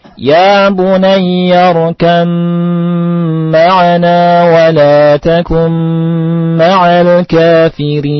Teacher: Perhatikan, ba dimasukkan ke mim. · Term: idgham mutajanisain